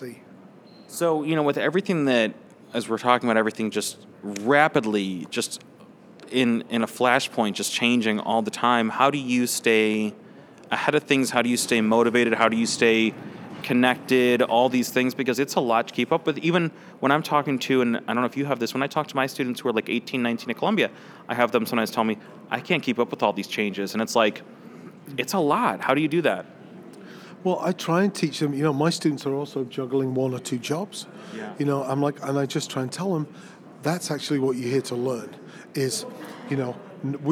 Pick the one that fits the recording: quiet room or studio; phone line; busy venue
busy venue